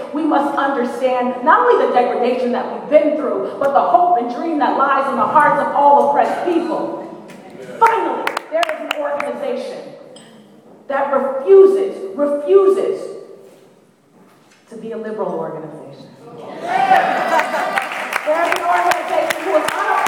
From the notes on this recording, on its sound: BAJI 5 Year Awards Dinner - Keynote Address. The program also featured live music.